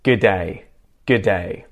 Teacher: So if you're going to say g'day in Australian English, make sure that the good at the start literally just turns into the sound of the G consonant, sort of just a g.